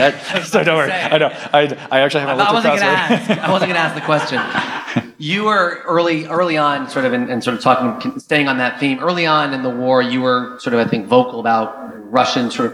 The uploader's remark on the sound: This recording is from Fintech Nexus USA (formerly known as LendIt Fintech USA) held at the Javits Center in New York City on May 25-26, 2022. It is from the track: Regulation for the Next Phase of Fintech - Sponsored by Cross River Bank.